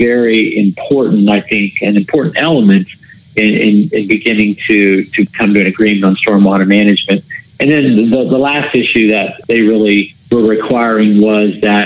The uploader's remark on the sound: We hopped on the phone